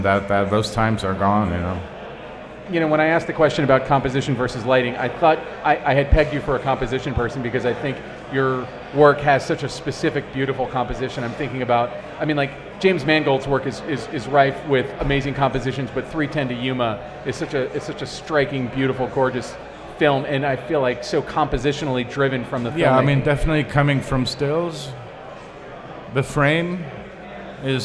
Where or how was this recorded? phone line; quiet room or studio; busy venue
busy venue